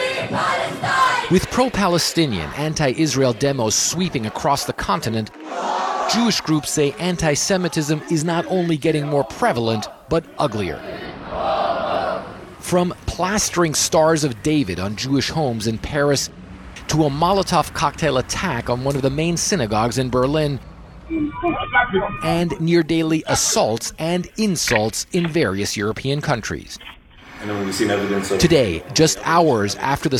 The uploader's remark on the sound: live report from outside the courthouse